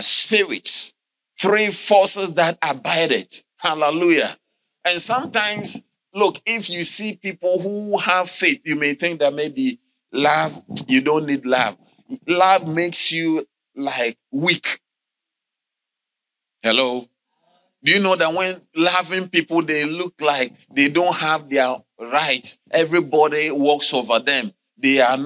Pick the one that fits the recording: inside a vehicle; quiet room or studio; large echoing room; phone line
large echoing room